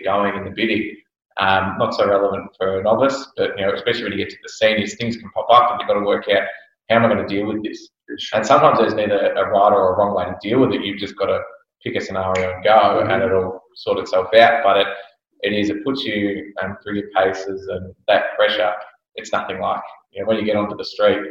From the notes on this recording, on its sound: This special episode is the audio from a webinar we were recently invited to moderate by the Real Estate Institute of Victoria.